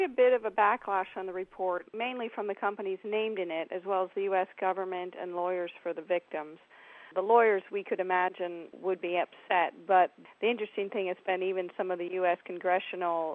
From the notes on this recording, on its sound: In the studio. Down the line from Houston.